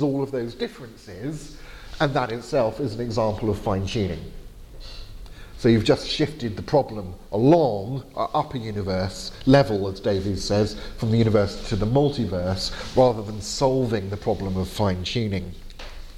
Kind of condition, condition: setting, large echoing room